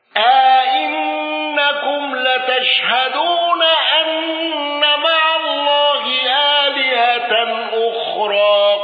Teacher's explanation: الحلواني عن هشام بتحقيق الهمزتين مع الإدخال وقصر المنفصل ولم يندرج معه أحد.